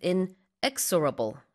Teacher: And with the word unstoppable, the stress is on the second syllable.